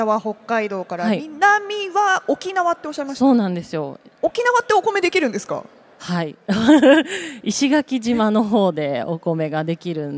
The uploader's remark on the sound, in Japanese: CRAFT SAKE WEEK 2023 at ROPPONGI HILLSにて公開収録。